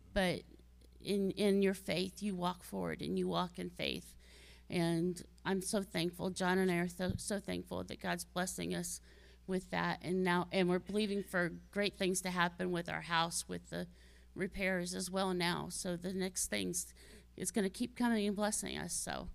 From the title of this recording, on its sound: Calvary Assembly of God live Stream